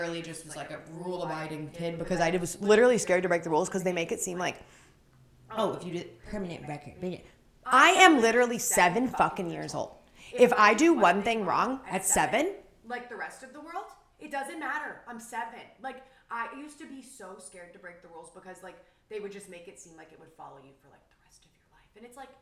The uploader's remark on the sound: Echo Chamber of Introductions. Trigger Warning: ECHO... Yes, we know we are echoing literally the entire time.